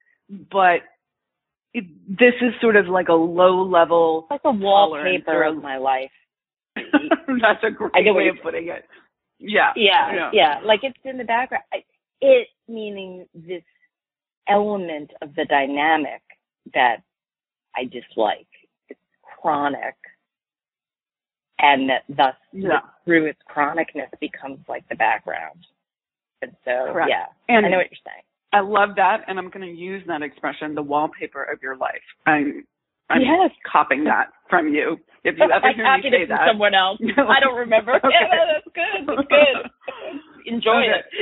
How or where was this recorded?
phone line